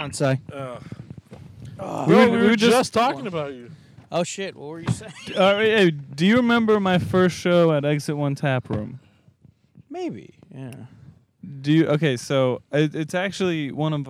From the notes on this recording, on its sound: We are in the car. Recorded at Thank You Miami.